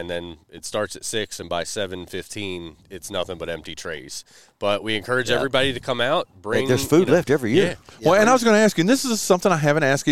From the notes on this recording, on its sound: We're LIVE from the third annual Spring Fling presented by True Smoke BBQ. Which is being held at Chris Hatcher Estates on Fred Everett Road in La Grange.